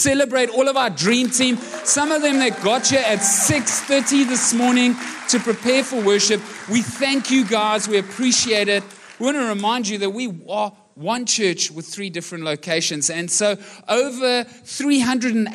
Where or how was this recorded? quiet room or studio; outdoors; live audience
live audience